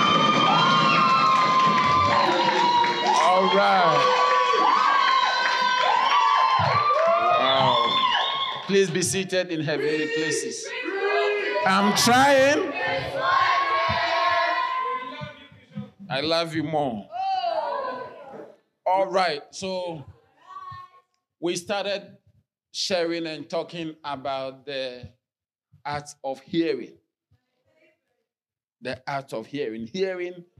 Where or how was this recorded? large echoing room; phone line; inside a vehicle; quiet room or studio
large echoing room